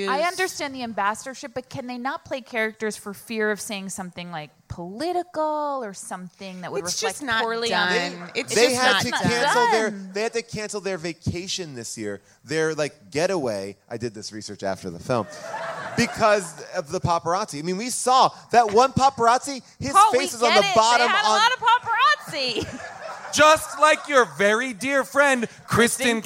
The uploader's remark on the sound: Recorded live from the Largo theater in Los Angeles